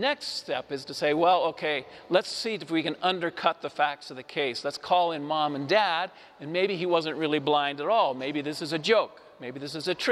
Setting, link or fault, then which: setting, large echoing room